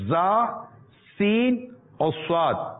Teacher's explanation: زبان کی نوک اور دونوں دانتوں کے اندرونی کنارے سے ادا ہوتے ہیں · Term: سیٹی